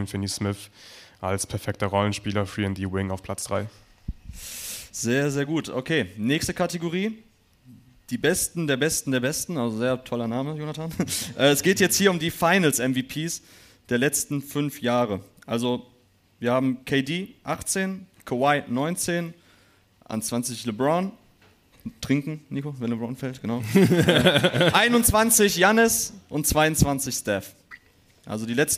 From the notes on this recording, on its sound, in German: Live-Podcast-Show. Gab es zum ersten Mal JTNBA live auf der Bühne, jetzt bekommt ihr den Mitschnitt der zweiten Halbzeit in euren Podcast-Feed! Teil des Live-Mitschnitts.